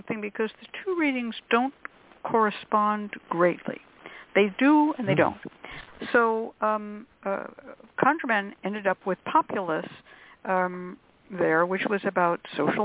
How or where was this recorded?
phone line